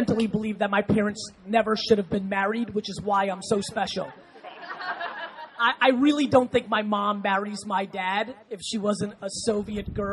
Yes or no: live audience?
yes